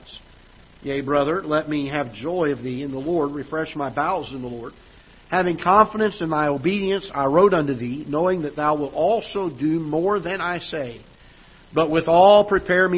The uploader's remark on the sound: Ketha Heights Baptist Church ~ Live Broadcast